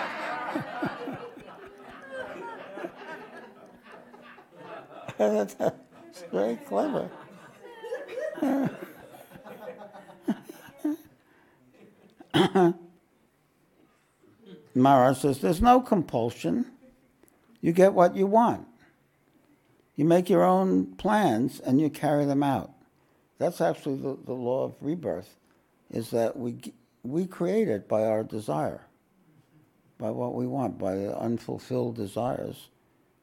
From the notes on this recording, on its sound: This podcast was recorded live at The Ashram in Mount Eliza on the 9th of September, 2023.